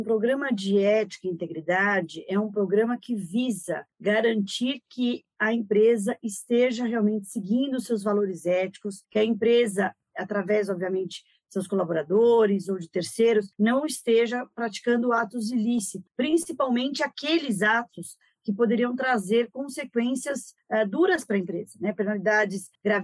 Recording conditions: video call